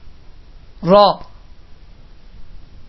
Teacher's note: Ra hərfinin məxrəci dilimizin ucunu üst dişlərin damağına toxundurmaqla ra hərfi çıxır.